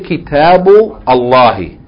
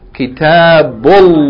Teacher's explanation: The word Allah, Lafz al-Jalala, Allah, is beginning with Hamzatul Wasl. That means you have to join it. · Shown in: second take